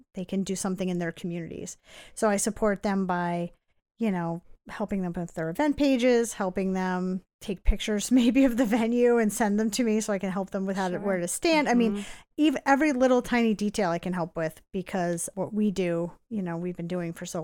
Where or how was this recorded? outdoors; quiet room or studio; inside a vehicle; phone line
quiet room or studio